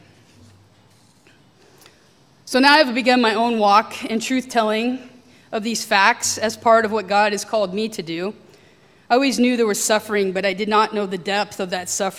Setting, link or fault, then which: setting, large echoing room